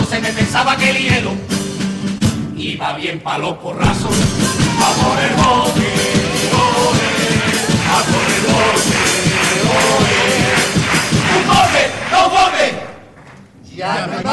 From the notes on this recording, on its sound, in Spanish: En directo desde el Gran Teatro Falla de Cádiz. Concurso Oficial de Agrupaciones Carnavalescas del Carnaval de Cádiz 2024 en Onda Cero Cádiz.